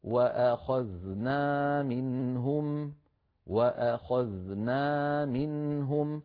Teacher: فلا يصح أن ننطق نونا مفتوحة من غير ألف بعدها، لابد من بيان الألف من غير زيادة